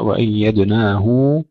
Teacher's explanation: بدلات ورش في كلمة وآتينا، وأيدناه بروح القدس لابن كثير، ابن كثير يقرأ وأيدناه بإشباع، يعني بمد الهاء حركتين الصلة